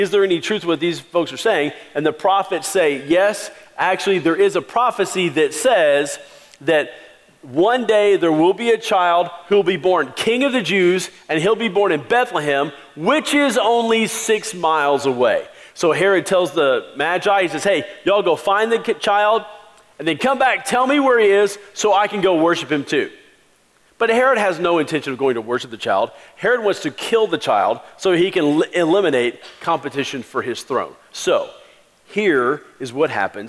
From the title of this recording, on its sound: Christmas Eve Service 2016